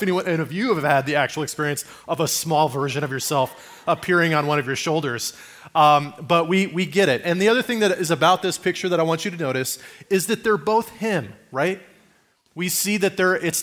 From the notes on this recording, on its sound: Message recorded at Liferoads Church in Spokane, Washington, on August 6, 2023.